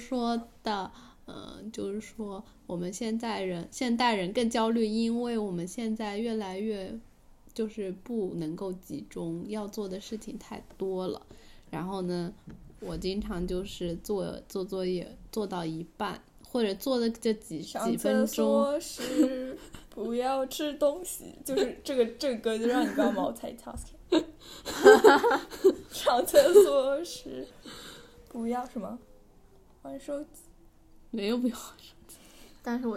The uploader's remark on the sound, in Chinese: 今天录制的条件不是很好，风特别猖狂，声音也有点忽大忽小